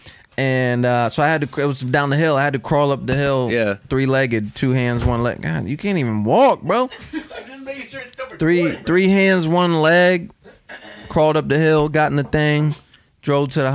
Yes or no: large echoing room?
no